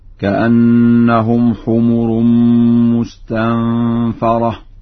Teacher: كأنهم حمر مستنفرة، قرأها ورش بفتح الفاء هكذا: كأنهم حمر مستنفرة.